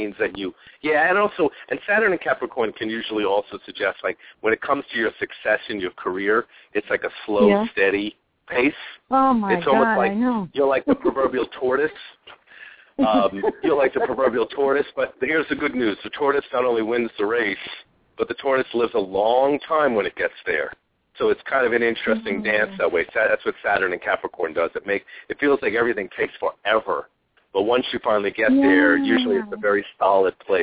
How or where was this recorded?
phone line